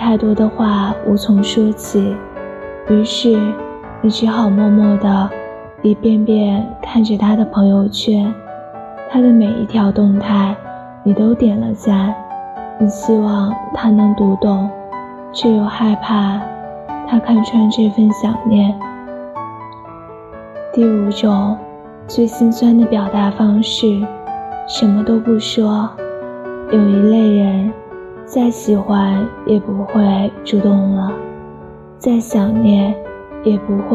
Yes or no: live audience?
no